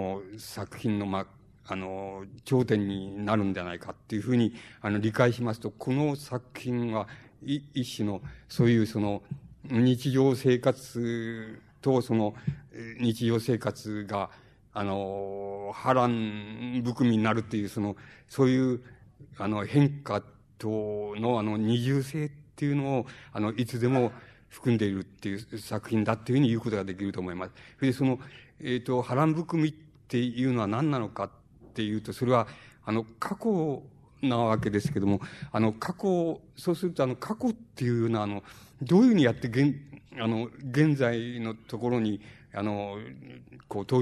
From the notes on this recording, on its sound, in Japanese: 主催：紀伊國屋書店。場所：新宿・紀伊國屋ホール。音源は主催者提供。